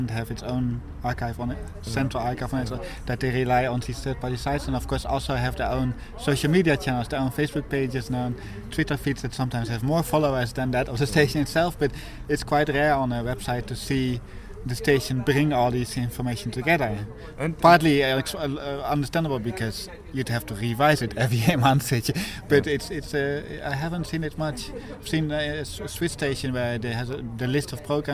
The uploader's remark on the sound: The interviews were recorded at the the annual meeting of the Bundesverband Freier Radios (BFR) in Potsdam in November 2014. The interviews were recorded at the the annual meeting of the Bundesverband Freier Radios (BFR) in Potsdam in November 2014.